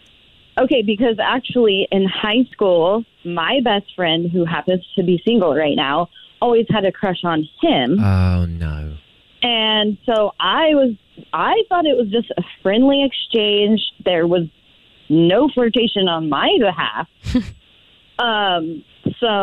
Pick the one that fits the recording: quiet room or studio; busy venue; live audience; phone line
phone line